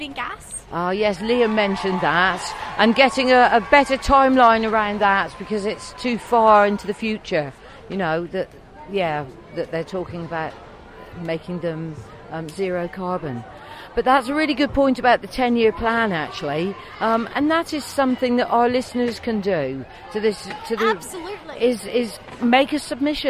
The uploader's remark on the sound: Live from school strike.